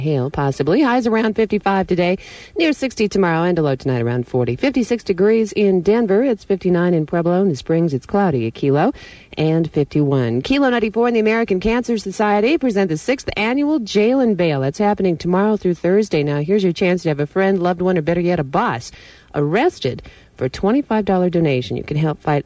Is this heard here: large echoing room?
no